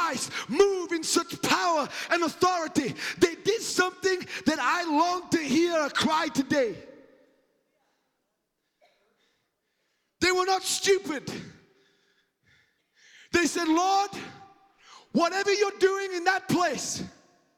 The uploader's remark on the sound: The Lord's Prayer is a powerful sermon recorded during the Bay Revival. The Bay Revival is a spiritual awakening of the Christian faith that started at the Church of His Presence in Daphne, Alabama.